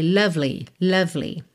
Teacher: E atenção com esse lovely, que você vai do V direto pro L.